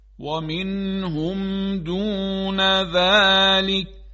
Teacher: منظور ما از اظهار اینه که نون ساده تلفظ بشه و غنه پیدا نکنه. مثلا نگیم ومنهم، این غلطه.